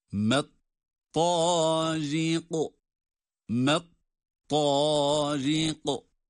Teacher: Ancak طَارِقُ derken ra harfi esre ile geldiği için ra harfini ince ve duruşta kaf harfini kalın ve kalkale ile okuduğumuzu